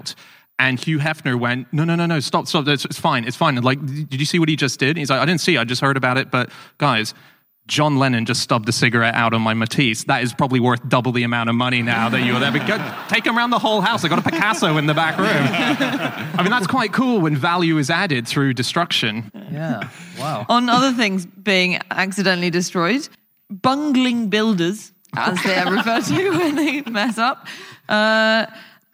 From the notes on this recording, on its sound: Live from the Brighton Comedy Festival